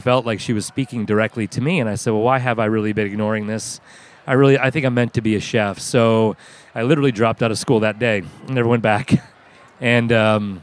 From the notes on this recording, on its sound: A special “On the Road” edition from Charleston Wine & Food Festival in Charleston, SC. From Heritage Radio's Podcast Studio in the Culinary Village. Her live broadcast with local chef hero.